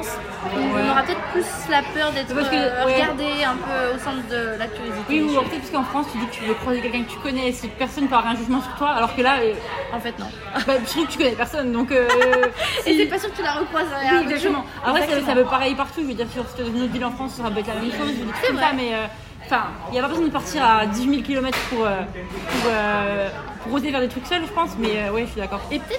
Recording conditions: background noise